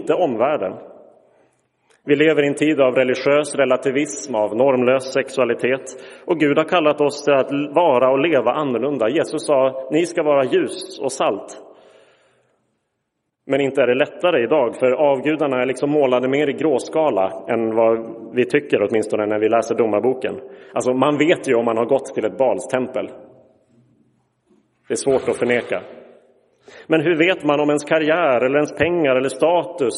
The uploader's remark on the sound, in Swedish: Inspelad i Roseniuskyrkan den 8 januari 2023.